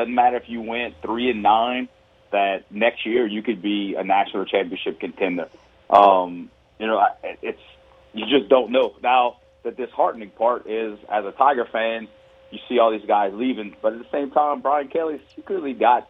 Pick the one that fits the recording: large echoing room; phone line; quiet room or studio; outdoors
phone line